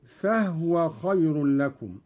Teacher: قرأ قالون بإسكان الهاء: فهو خير لكم.